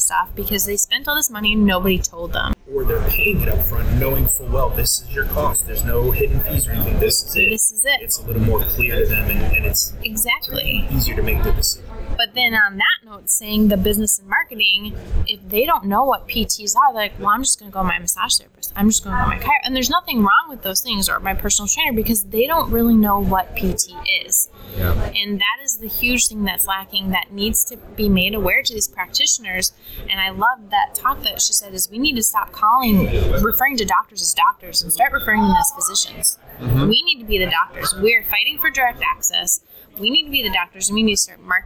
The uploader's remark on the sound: While attending Smart Success PT Live in Clearwater Beach, Florida during Memorial Day weekend 2018.